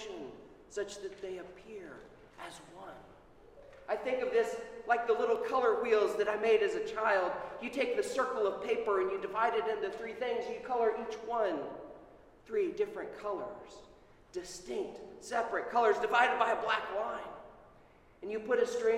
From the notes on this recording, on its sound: Sermon at Holy Trinity Anglican Church on Trinity Sunday 2021.